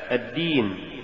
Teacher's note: ولولا جهر الدال لصارت تاء